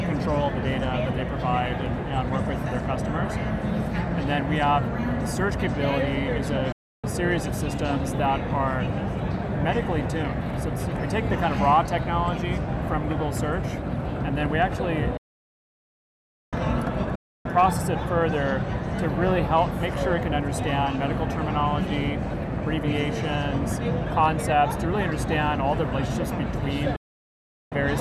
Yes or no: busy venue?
yes